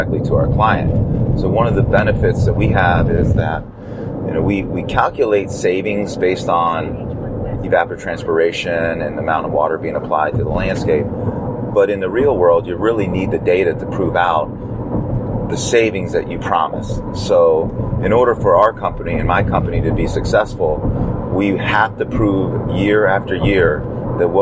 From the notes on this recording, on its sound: In the car, driving to the Hickam AFB in Honolulu Hawaii. From the island of Oahu, Honolulu.